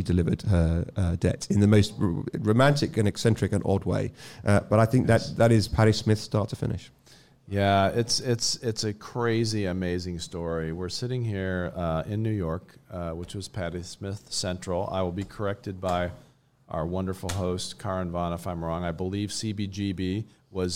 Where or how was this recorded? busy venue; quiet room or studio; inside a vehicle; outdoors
busy venue